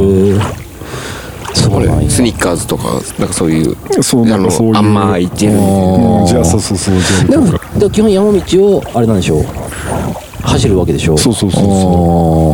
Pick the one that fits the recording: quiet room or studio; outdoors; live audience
outdoors